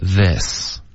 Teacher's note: This 舌头要低一点，刚刚发成 theseOK、是 this